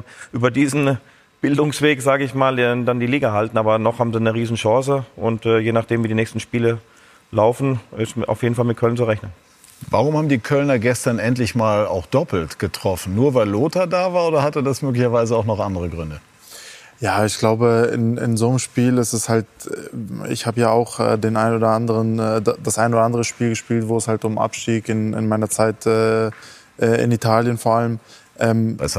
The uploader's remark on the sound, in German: Sky-Kommentator - live zugeschaltet zu den Fan-Protesten.